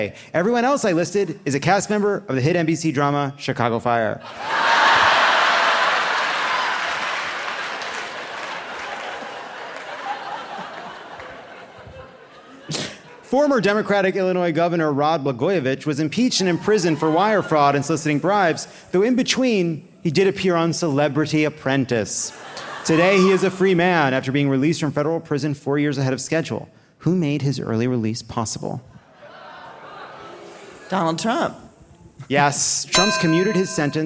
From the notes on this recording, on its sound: (Live from Chicago!). Live from the beautiful Vic Theater.